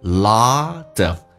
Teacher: T 要被浊化变成 D 这个发音